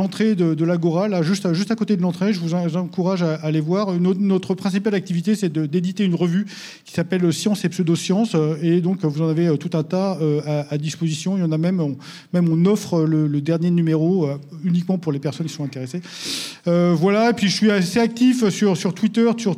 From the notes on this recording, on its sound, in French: Enregistré au REC 2023 à Toulouse